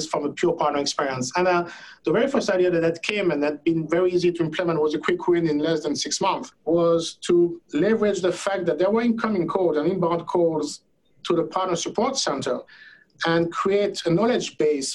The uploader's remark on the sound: Of course it was recorded in a Zoom Room!